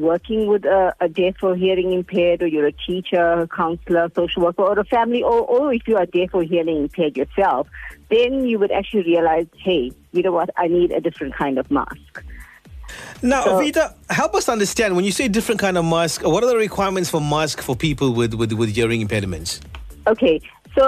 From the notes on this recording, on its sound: Joins me live on the line now.